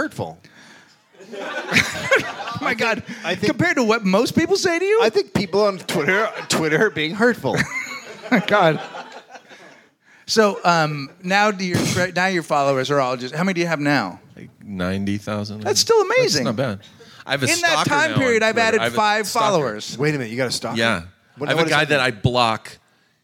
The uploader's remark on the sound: Live from LA Podfest.